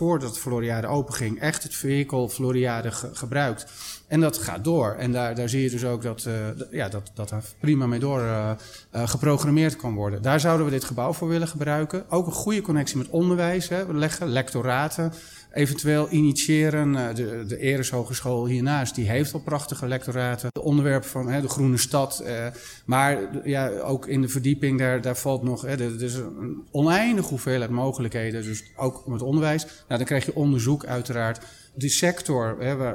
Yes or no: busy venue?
yes